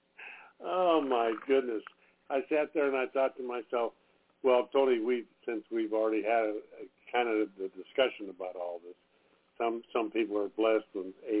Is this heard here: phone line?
yes